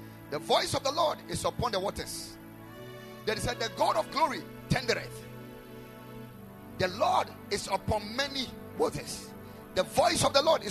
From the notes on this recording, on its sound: Preached at the Ekklesia Chapel